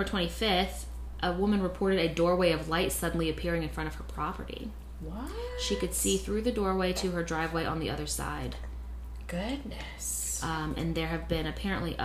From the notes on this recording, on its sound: Thanks so much for bearing with us in regards to extra sounds in the background